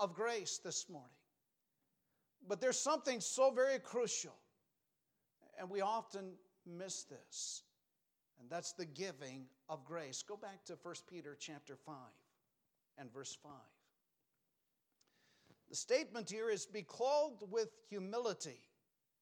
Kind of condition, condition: setting, large echoing room